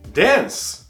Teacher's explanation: Dance termina com esse som de S, S. Coloca a mão na garganta. S. Não vibra? Então, dance e depois você pronuncia o T.